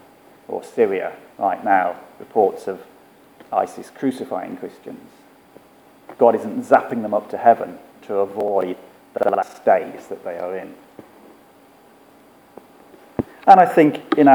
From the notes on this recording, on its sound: Our sermon from the 9am service